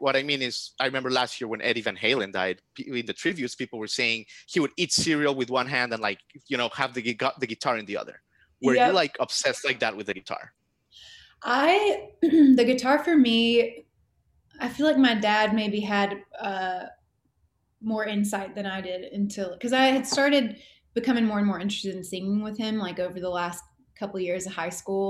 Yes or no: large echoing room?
no